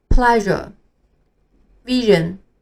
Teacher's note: 这个音和我们刚刚学的 sh 口型是一样的，但是他从口腔往外送气的时候，喉咙也要跟着一起颤抖